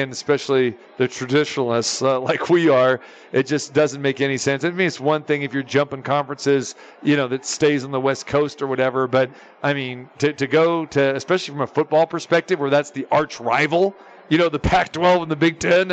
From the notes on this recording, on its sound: Live from the Superbook at the Westgate Hotel and Casino. It's Best Bets live from the Superbook at the Westgate.